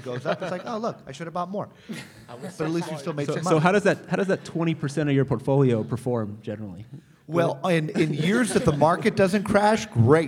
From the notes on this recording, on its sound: Planet MicroCap Showcase 2018. Planet MicroCap Podcast: LIVE!